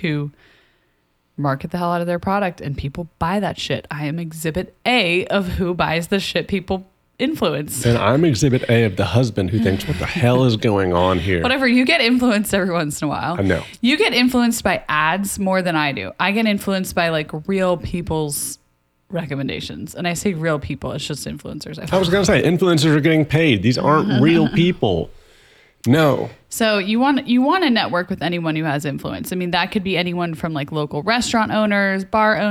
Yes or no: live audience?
no